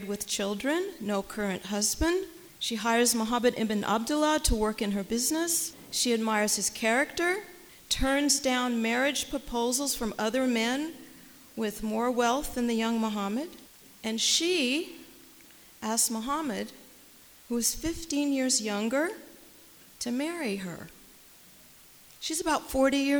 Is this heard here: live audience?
yes